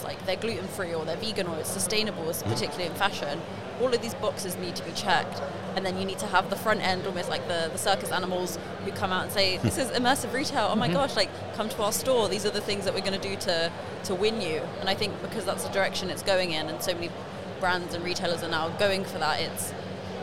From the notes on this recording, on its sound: This episode is live from The Lead Innovation Summit in NYC.